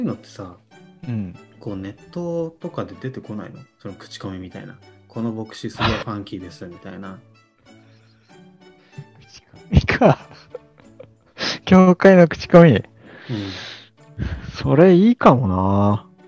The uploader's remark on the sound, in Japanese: 諸事情によりマイクの音量調整を間違えてしまいました。聞き苦しい点が多々ございます。